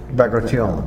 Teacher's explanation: The accent I get is in the last syllable.